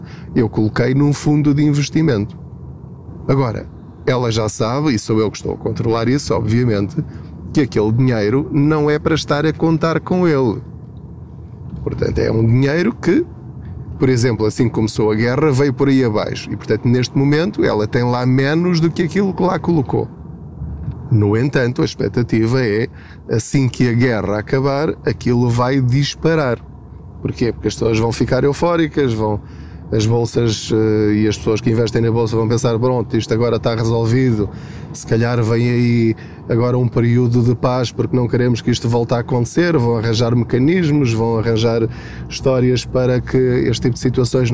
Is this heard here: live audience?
no